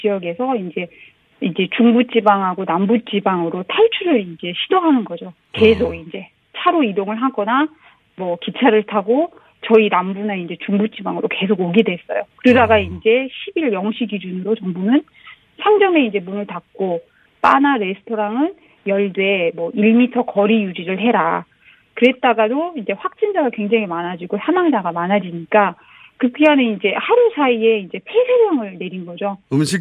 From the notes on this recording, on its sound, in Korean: 전화연결 이탈리아 전역이 '레드존'. (이탈리아 교민). 전화연결 의회까지 폐쇄한 스페인. (스페인 교민).